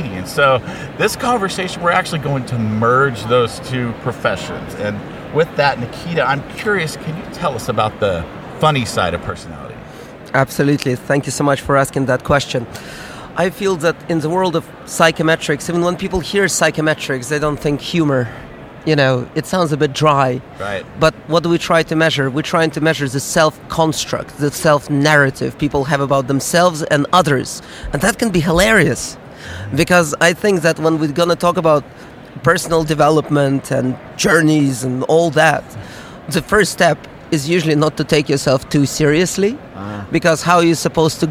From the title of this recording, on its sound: Live from SIOP